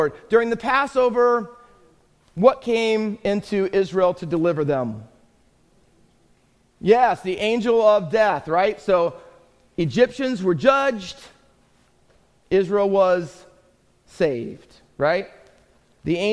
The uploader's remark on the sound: Faith Baptist Church in Hamilton, NJ.